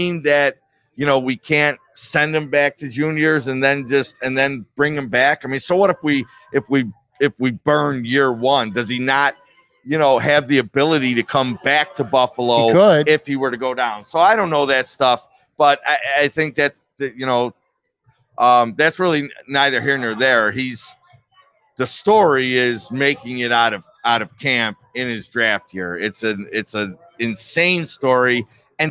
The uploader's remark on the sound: In a conversation shot live from Imperial Pizza in South Buffalo.